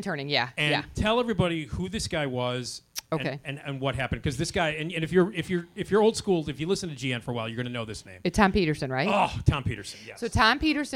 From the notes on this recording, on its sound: Recorded at Zanies Comedy Club in Rosemont, Illinois. The show includes hilarious audience interaction. The classic “Screaming Guy” sound effect is played for the crowd.